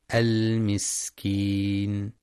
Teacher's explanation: وفي كلمة المسكين ينتبه لبيان صفة الهمس والصفير في السين